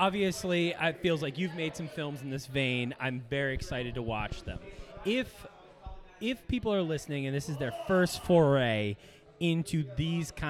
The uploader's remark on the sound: LIVE FROM DEW POINT BREWING COMPANY IN YORKLYN, DE.